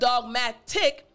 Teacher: there's a T in this word, but the pronunciation of this T is not the T sound. Actually, it's the D sound.